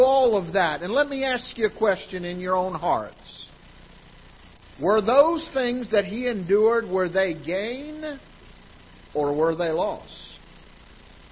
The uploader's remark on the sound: Ketha Heights Baptist Church ~ Live Broadcast